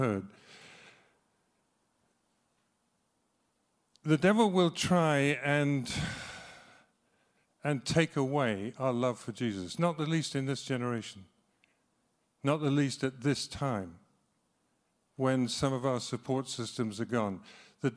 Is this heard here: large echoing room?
yes